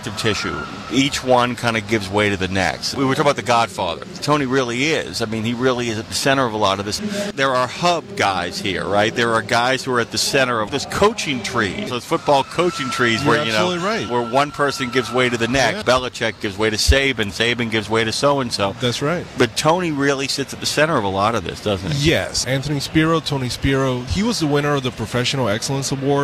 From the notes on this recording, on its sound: in a safe area within the driving course